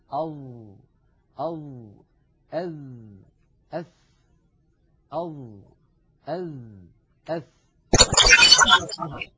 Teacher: الظاء والذال والثاء تخرج يا إخوة من منتهى طرف اللسان مع أطراف الثنايا العليا، نضع طرف لساننا على طرف أسناننا العليا، هذان الثنيتان اللتان في مقدمة الفم. · Term: الأحرف اللسوية